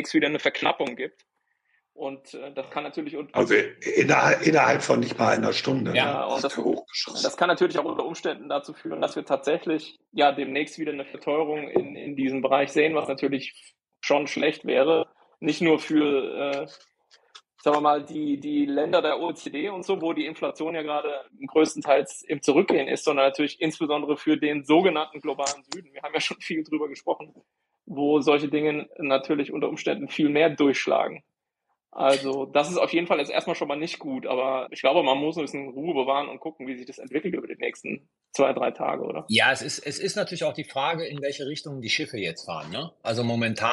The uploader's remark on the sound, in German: leider schlechtere Tonqualität